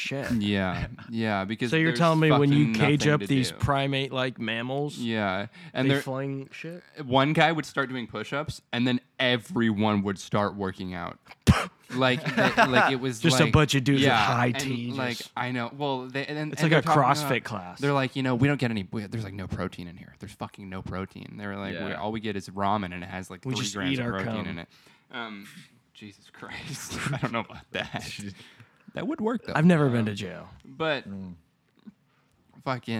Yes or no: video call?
no